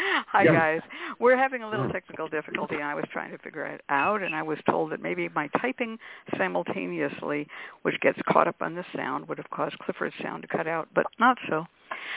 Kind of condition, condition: link, phone line